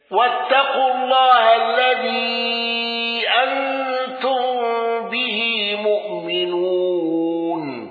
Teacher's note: أبو جعفر بصلة ميم الجمع والإبدال.